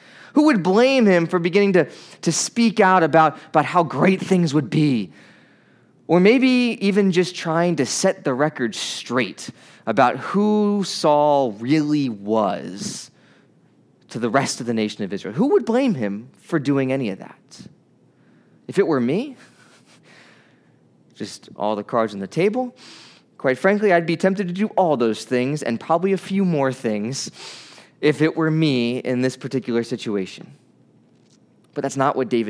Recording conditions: large echoing room